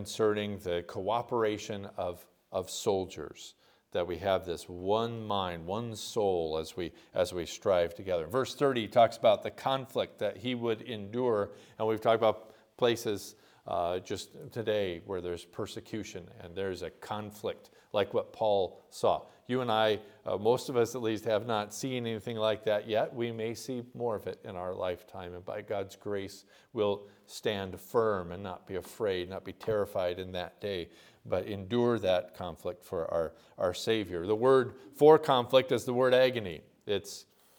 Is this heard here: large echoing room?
yes